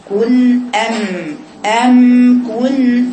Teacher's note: يأتي حرف الميم بانطباق الشفتين. كن أم أم كن، شوفي أم اتقفل مع بعضه، ما تقوليش أم كنتم أم كنتم، هي مش أم كنتم، هي أم كنتم.